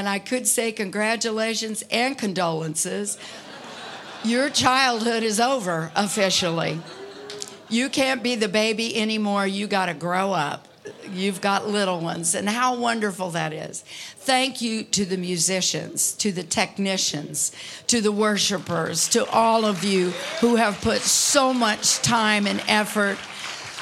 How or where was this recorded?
large echoing room